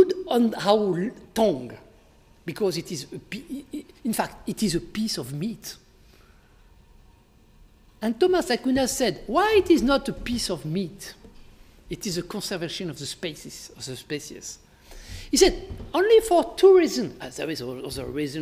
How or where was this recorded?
large echoing room